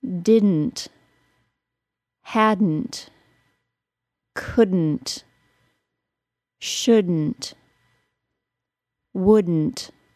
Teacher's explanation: those words go straight from a D sound to an N sound, and we say all of them with a nasal plosion. The D is not released as normal.